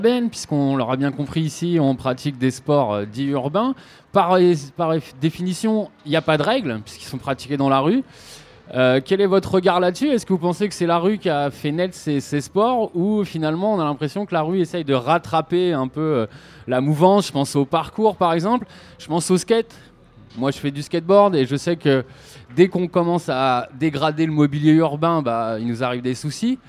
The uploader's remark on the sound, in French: Une émission débat enregistrée à la Grande Halle de la Villette, dimanche 13 décembre 2015, lors du Festival Freestyle